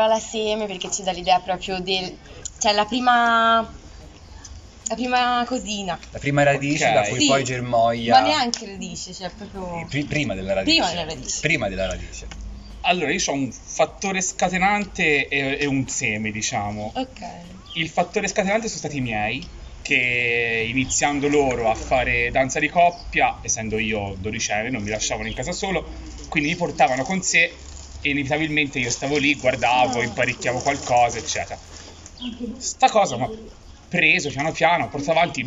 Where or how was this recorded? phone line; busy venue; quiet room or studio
busy venue